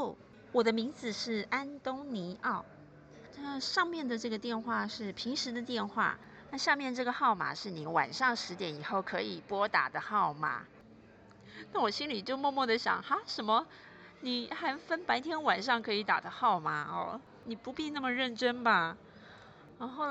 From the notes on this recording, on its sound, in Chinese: 這集嘗試的室外錄音實驗效果。